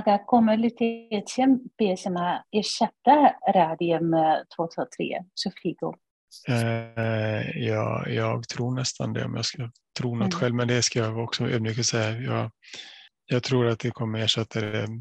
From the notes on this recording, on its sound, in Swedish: Ljudinspelningen från SOF:s webbinarium.